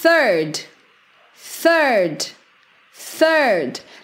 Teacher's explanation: esse D é um D bem mudo, é um D bem sutil no final, tá? É mais difícil para nós brasileiros no começo, porque a gente tem a tendência de colocar um I no final, né?